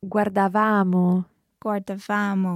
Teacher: the stress is still going on your second last syllable